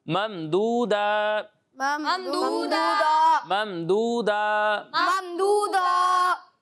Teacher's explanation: تو قاعدہ یہ ہے کہ کلمے کے آخر میں اگر دو زبر کی تنوین ہو، ٹھیک ہے، تو وقف کرتے ہوئے تنوین کو الف سے بدل دیتے ہیں